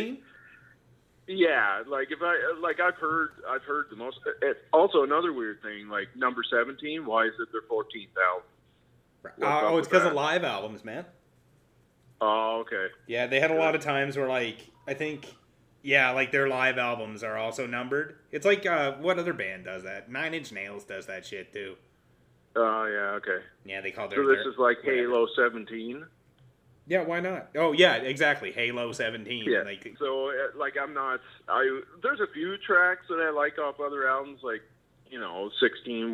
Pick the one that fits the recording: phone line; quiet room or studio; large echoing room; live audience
phone line